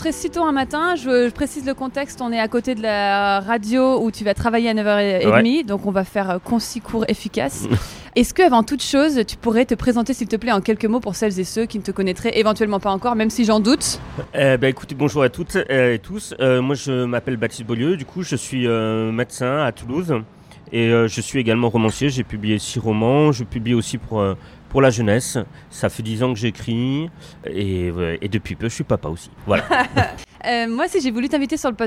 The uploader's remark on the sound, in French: Dans un café en face de France Inter, où il allait faire une chronique. Notre conversation est un peu parasitée par les bruits de la rue puis par les bruits du café.